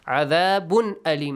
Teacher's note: tanween plus hamza. إِذْهَار، clearly produce the sound of tanween.